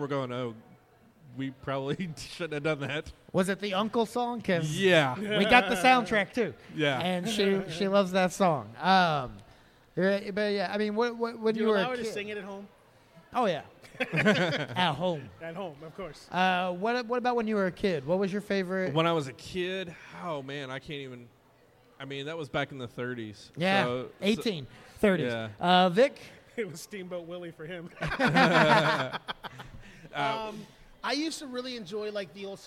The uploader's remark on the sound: LIVE from Indy PopCon. The guys go live in front of an audience for the first time.